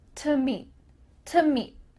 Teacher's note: the word to is being reduced to simply t, just the sound t. The vowel o is gone. So we're going to link together to meet.